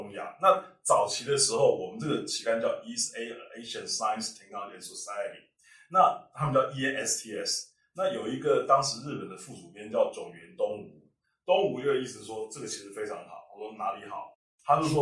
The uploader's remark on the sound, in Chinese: 首次錄製音質有待加強，建議使用耳機聆聽。